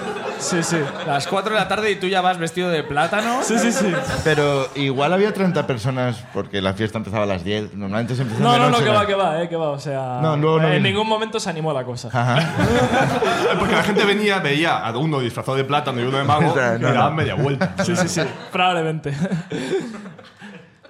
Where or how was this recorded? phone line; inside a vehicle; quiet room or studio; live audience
live audience